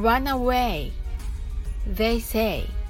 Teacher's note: you are です Run away は Run away と読まずに Run away と読んでください Run の最初の R は巻き舌です。巻いた舌先は上顎にはつけません。They say は逆にはっきりと発音しましょう。 They の「ぜ」は舌先を上の前歯の付け根につけて発音しましょう。